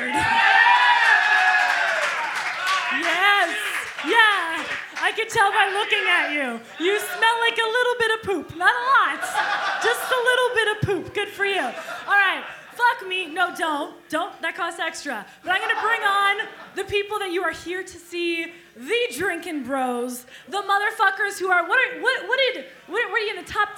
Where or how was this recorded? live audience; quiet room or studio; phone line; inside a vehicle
live audience